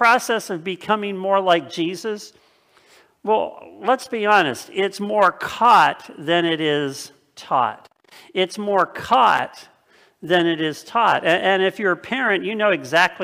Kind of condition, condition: setting, large echoing room